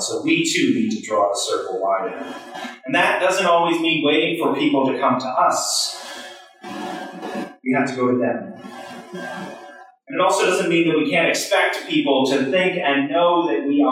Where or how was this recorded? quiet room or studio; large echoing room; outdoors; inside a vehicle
large echoing room